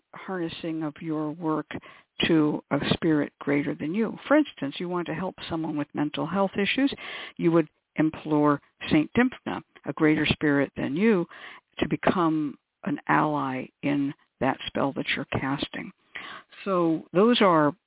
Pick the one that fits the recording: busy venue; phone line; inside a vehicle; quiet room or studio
phone line